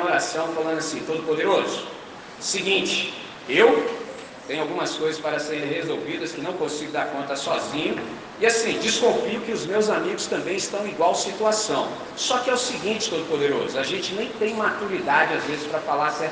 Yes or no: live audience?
yes